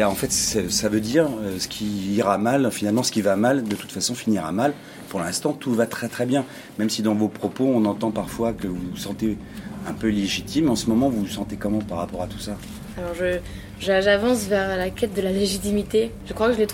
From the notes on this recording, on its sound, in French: une conférence de presse avec la star de la pop culture